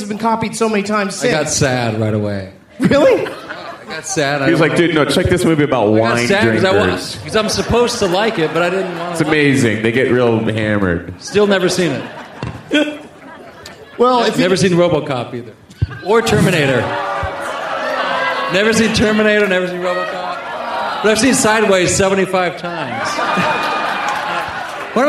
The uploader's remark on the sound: Recorded on the … Cruise on January 22nd, 2012.